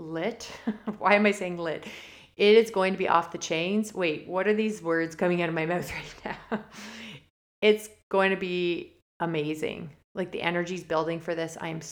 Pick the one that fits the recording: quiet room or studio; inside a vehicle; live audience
quiet room or studio